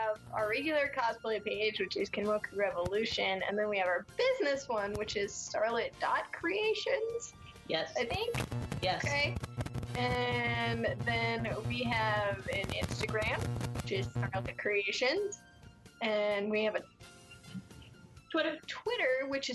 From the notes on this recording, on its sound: There are some audio issues with this podcast.